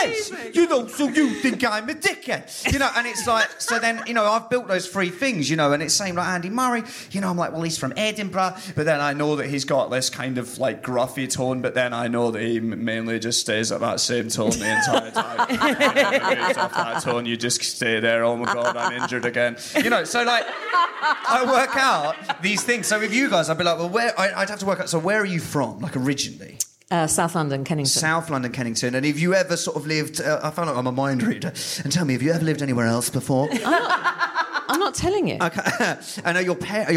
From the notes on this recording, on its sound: live at The Phenic Arts Club in London.